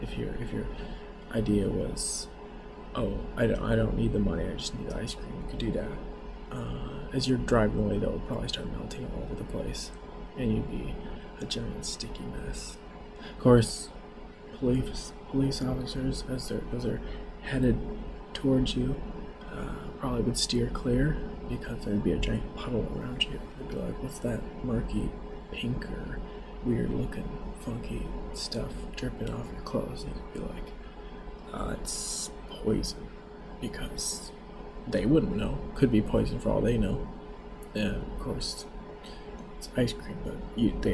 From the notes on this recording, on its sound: This podcast is being created without any editing and or any professional sound equipment. Give me a break on the sound problems already!